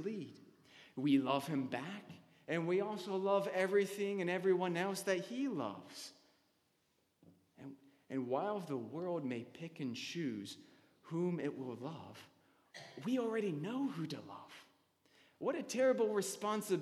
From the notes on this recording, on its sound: Sermon delivered on May 3, 2015 at Anglican Church of the Redeemer